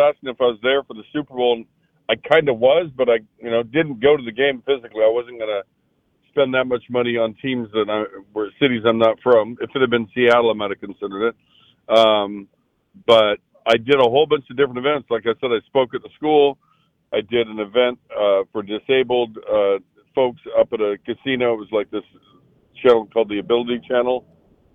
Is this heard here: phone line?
yes